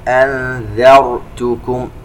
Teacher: وننتبه إلى تفخيم الراء الساكنة بعد الفتح. أنذرتكم، الذال مرققة أما الراء مفخمة.